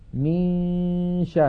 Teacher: من الميم ننتقل إلى مخرج الشين وننطق غنة من الخيشوم، فإذا انتهى زمن تلك الغنة نطقنا الشين · Term: إخفاء